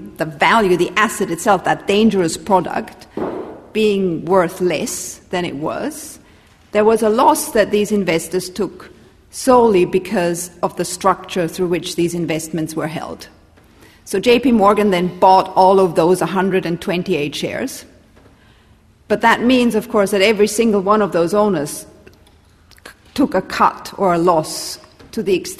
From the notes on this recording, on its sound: At this event, four of our experts will share and discuss their work with the audience